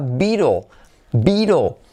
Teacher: Es una doble E, pero que no te engañe, está doble E para equivocarte porque realmente es una I. Y no es una I corta, es una I tal cual. Y lo que se llama en fonética I larga, pero como una I española.